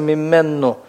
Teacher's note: вот этот согласный «хе» исчезает, вызывая удвоение предыдущего согласного